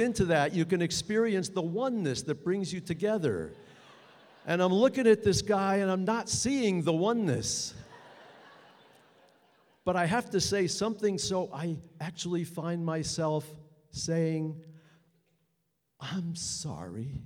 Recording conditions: live audience